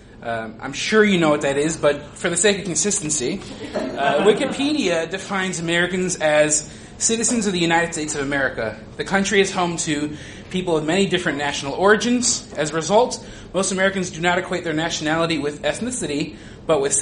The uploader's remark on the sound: This was recorded at the Chris Farley Cabaret at iO Chicago last Friday before a really excellent IST show